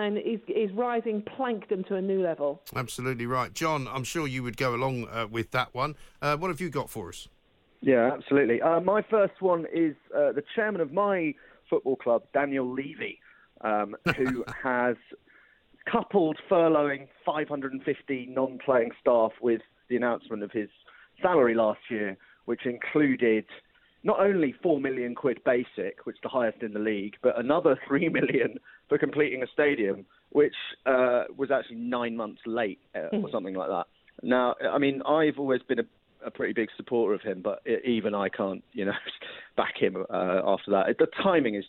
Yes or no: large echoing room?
no